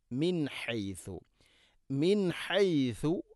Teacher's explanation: സാക്കിന നൂന് ശേഷം ഹ ആണ് ഇസ്ഹാർ ചെയ്ത് അഥവാ വെളിവാക്കി ഉച്ചരിക്കണം. മിൻ ഹൈസു, മിൻ ഹൈസു, ഹൈസു അല്ല ഹൈസു, ആണ് ഉച്ചരിക്കുമ്പോൾ നാവിൻ്റെ അറ്റം മേലെയും താഴെയുമുള്ള പല്ലുകൾക്കിടയിലൂടെ അല്പം പുറത്തോട്ട് വരണം മുൻഭാഗത്ത്.